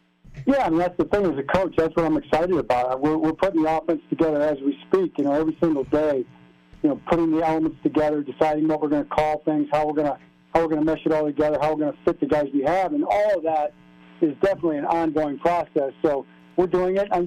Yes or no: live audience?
no